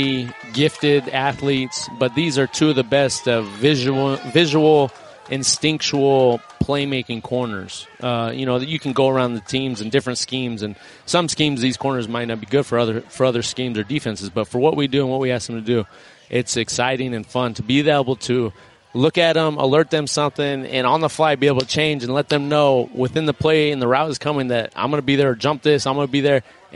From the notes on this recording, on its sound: live from Rams training camp.